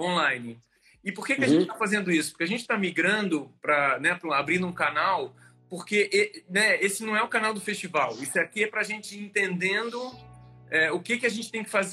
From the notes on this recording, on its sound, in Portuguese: Esse episódio foi gravado dia 28 de Maio, durante uma live no Instagram.